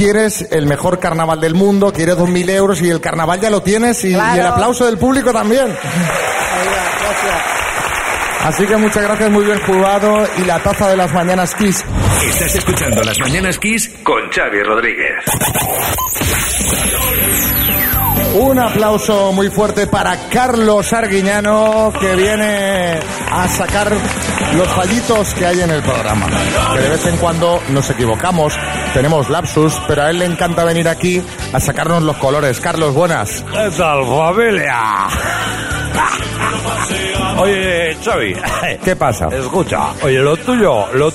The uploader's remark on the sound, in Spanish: Las Mañanas KISS en directo desde SANTA CRUZ DE TENERIFE.